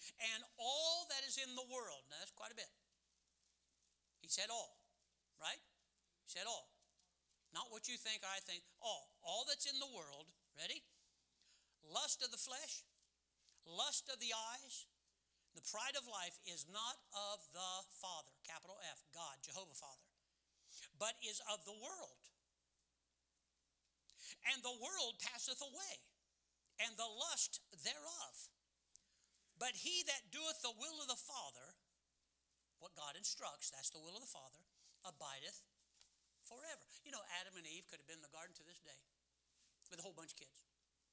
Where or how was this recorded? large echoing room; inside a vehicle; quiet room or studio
large echoing room